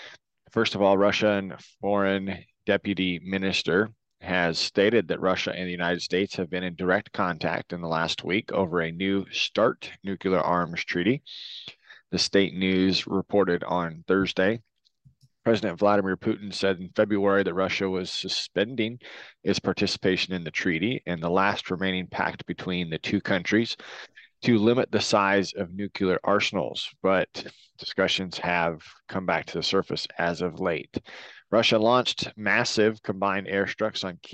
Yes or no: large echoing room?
no